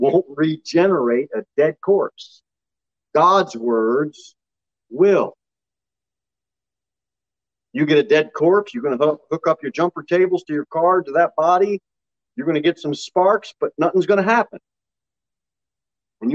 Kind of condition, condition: setting, large echoing room